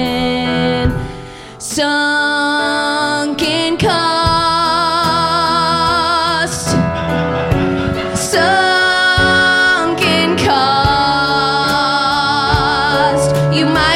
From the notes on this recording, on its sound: Live from Dynasty Typewriter. Live at the Dynasty Typewriter in Los Angeles.